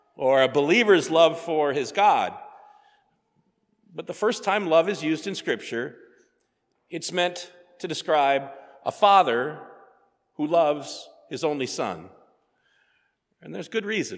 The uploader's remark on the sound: sermon preached at Faith on Feb 18, 2024